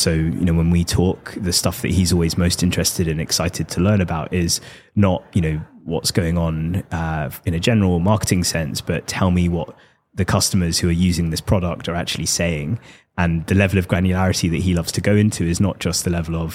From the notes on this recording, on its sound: joins The MoneyPot LIVE at our booth in Amsterdam